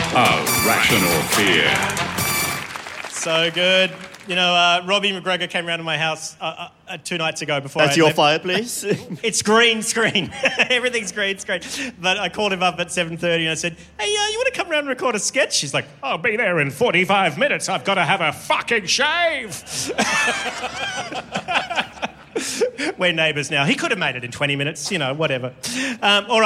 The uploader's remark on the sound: Celebrating 1,000,000 downloads live in Melbourne at the Malthouse Theatre.